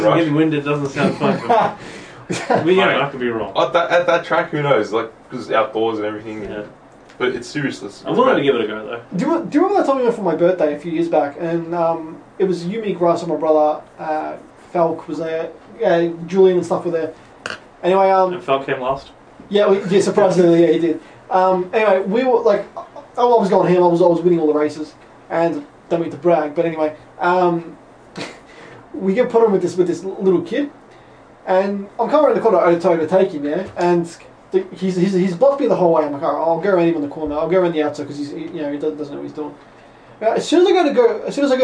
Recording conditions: poor microphone